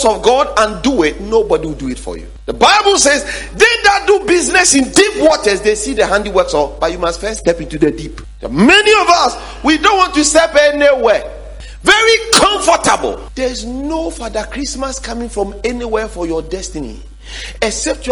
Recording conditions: large echoing room